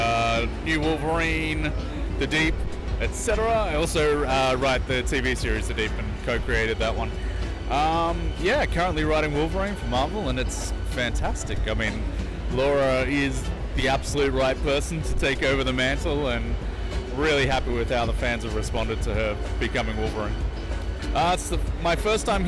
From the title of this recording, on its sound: Live at STGCC 2016